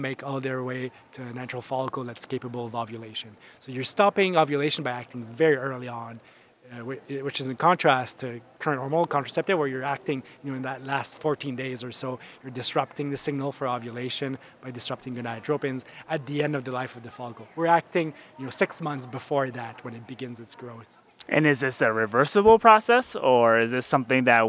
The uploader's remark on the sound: Live from ASRM 2023